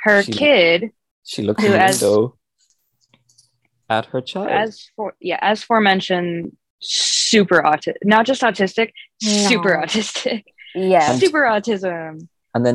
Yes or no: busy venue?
no